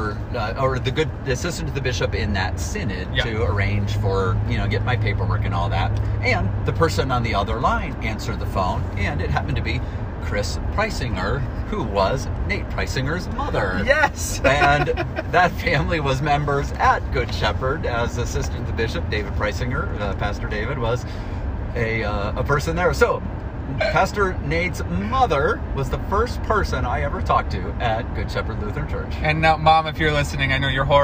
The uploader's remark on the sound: Clergy in the Car Having Coffee. On the drive they got coffee and recorded this special podcast!